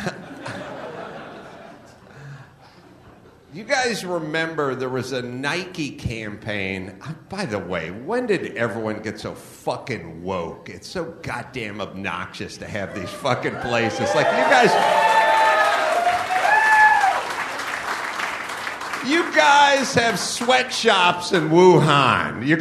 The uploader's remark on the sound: Live From Raleigh, NC